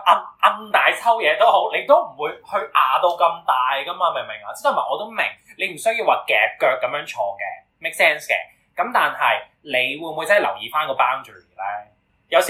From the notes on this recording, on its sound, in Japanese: 音質極度崩壞